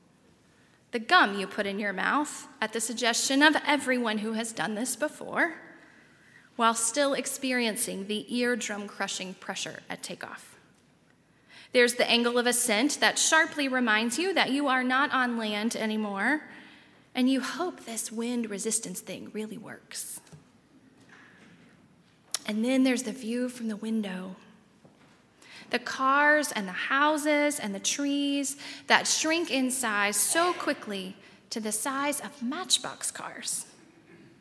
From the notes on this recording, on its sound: at Highland Baptist Church